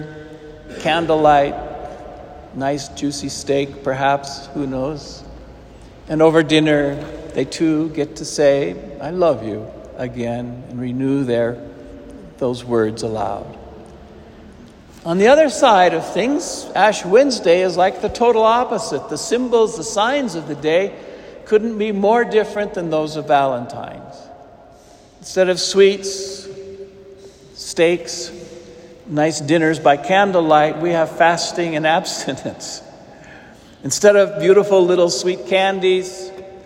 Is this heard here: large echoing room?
yes